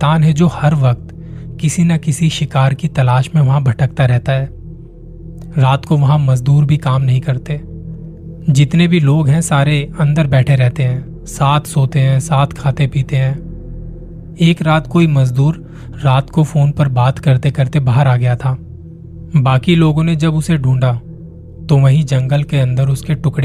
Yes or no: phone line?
no